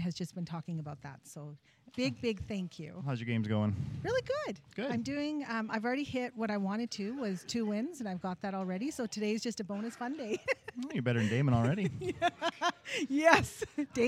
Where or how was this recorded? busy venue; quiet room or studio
busy venue